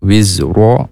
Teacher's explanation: ro-nya tebal karena berharokat fathah